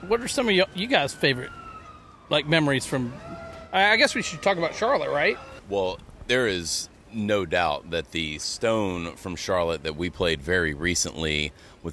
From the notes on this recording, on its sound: The Grey Street Pod crew hit the road and attended the July 19th show in Charlotte, NC. While in the lots, we decided to turn on the microphone.